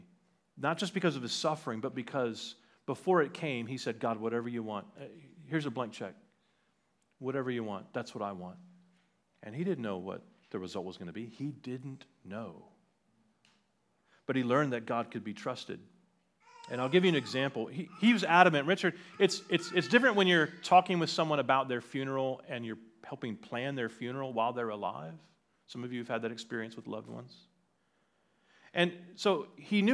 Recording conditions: large echoing room